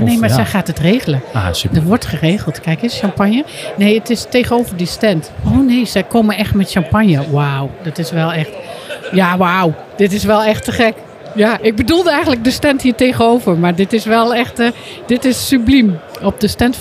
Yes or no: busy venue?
yes